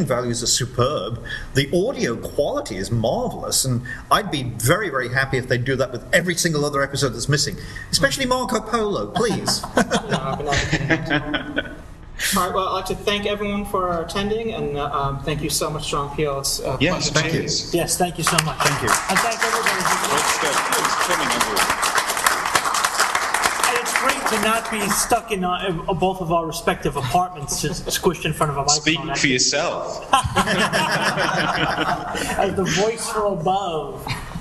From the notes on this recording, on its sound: Recorded LIVE at I-CON 26. Doctor Who author interviewed live at I-CON 26, SUNY, Stony Brook, NY.